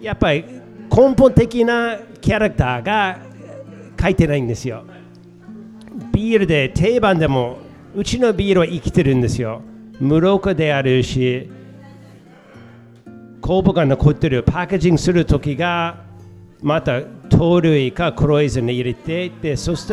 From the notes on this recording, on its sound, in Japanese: スピンオフ企画：沼津フィッシュマーケット・タップルーム22周年祭。公開収録致しました。今回は対談後の質問会になります。今回は、ぬまずっきゅーん初の公開収録となりました。